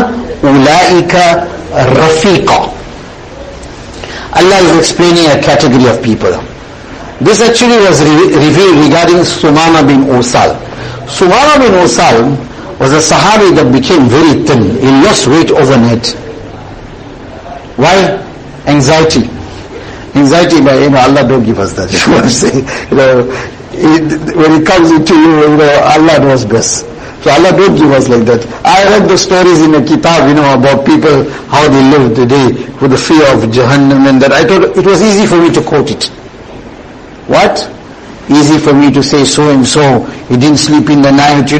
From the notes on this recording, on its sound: Jumuah lecture